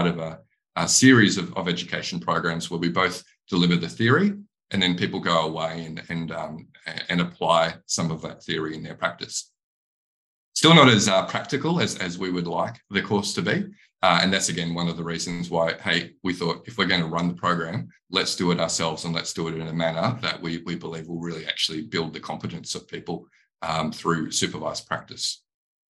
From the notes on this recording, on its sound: A recorded webinar.